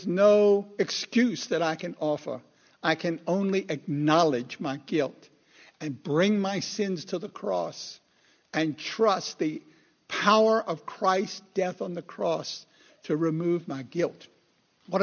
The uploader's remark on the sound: Recorded 2/11/2016 at Christ Church Anglican